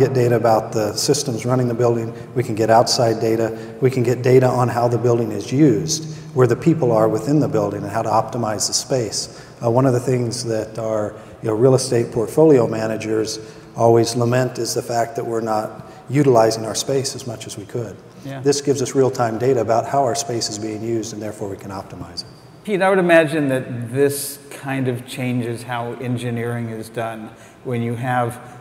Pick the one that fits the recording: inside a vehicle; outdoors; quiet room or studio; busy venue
busy venue